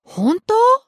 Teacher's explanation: she's asking a question because the intonation goes up at the end. But in terms of pronunciation, this word is pretty flexible.